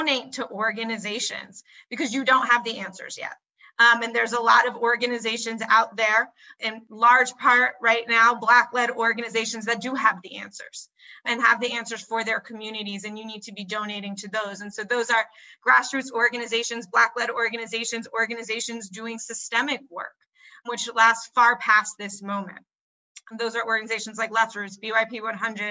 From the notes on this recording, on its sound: a forum on Facebook Live